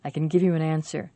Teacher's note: When we say can in a sentence, we don't say the vowel clearly.